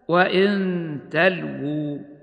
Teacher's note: فالوقف على كلمة تلو وحدها مد طبيعي يمد بمقدار حركتين